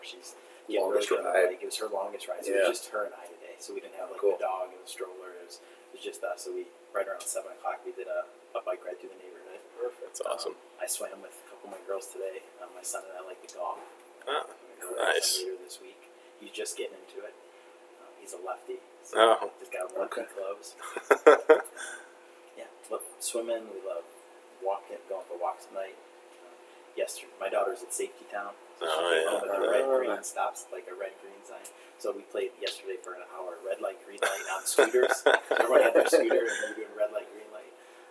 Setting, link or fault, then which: fault, phone or laptop microphone